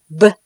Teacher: Lesson 7 Stop Consonants 第七课爆破音一 P 轻辅音发这个音的时候双唇轻轻闭合压迫气流使气流由口腔突破双唇而出不震动声带 P 二 B 浊辅音 B 的发音和 P 大致相同只是发音的时候双唇要紧闭压迫气流使气流由口腔突破双唇而出并震动声带